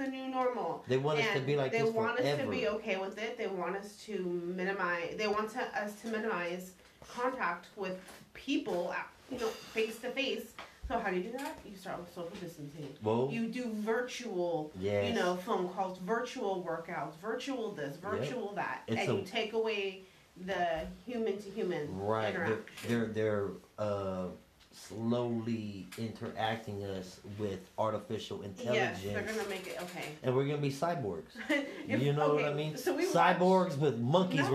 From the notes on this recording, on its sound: Sorry about the technical difficulties.